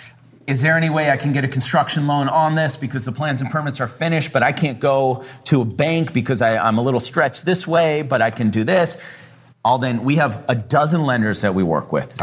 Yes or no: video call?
no